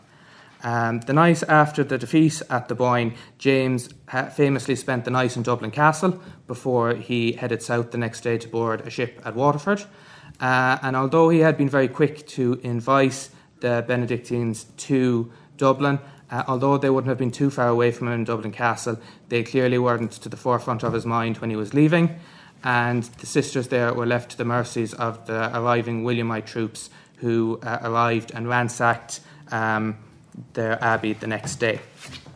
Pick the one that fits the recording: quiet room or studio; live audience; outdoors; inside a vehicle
live audience